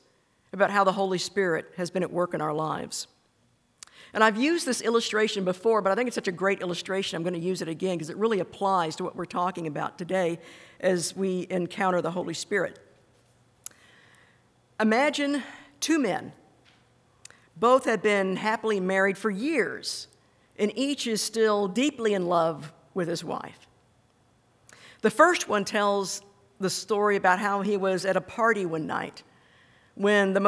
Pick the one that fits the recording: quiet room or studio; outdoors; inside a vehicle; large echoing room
large echoing room